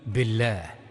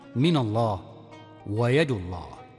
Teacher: إذا سبق بالكسر خففت اللام، كما في بالله، كأنك نطقت بلفظة إله، وإن سبق بالضم أو الفتح ضخمت اللام فعادت الله إلى الظهور، كما في من الله ويد الله وما أشبه ذلك.